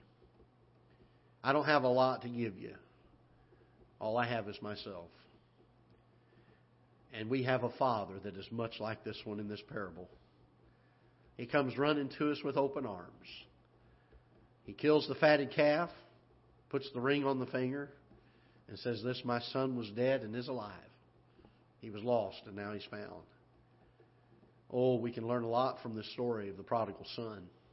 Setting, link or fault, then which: setting, large echoing room